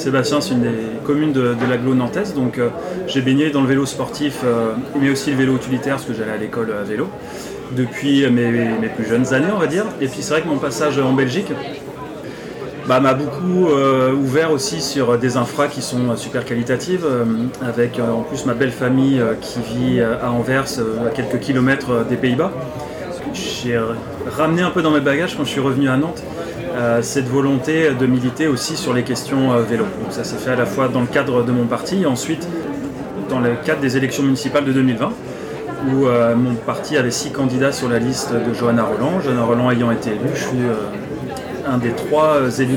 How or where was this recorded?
busy venue